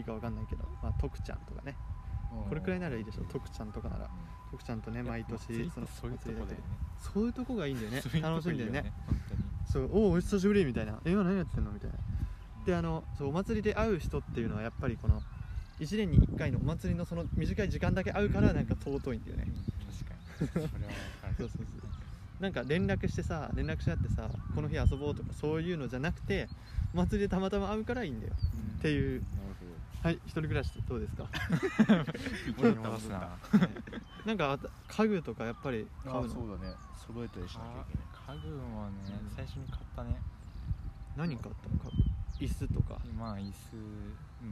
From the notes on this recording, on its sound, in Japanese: 目の前にシャボン玉が出没。風の音で音声が聞きとりにくい関係上BGMはありません。Anchor←このアプリで収録してます。